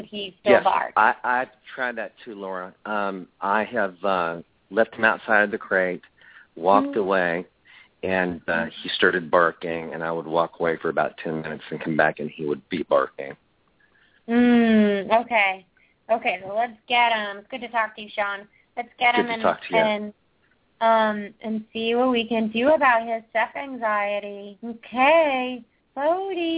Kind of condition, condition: link, phone line